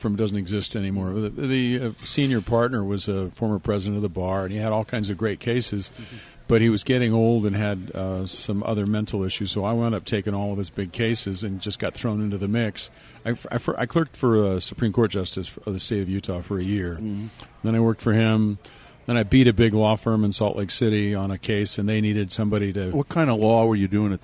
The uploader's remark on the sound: This episode was recorded at Zest in downtown SLC.